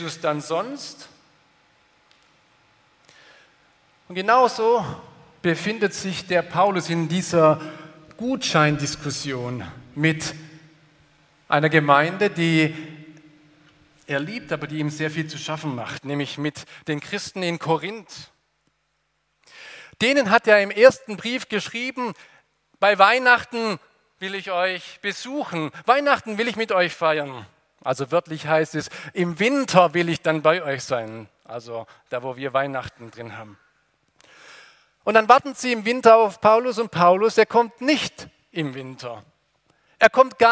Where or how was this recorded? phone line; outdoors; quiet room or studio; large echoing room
large echoing room